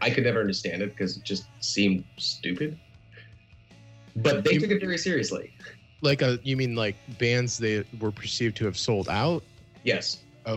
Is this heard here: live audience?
no